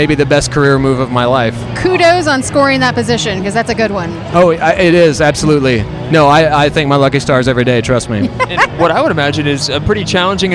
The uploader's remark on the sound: In the midst of a VIP cocktail hour LIVE from the Connect+Cure Gala in Oklahoma City, leaders on the diabetes research and treatment frontier were kind enough to converse with us.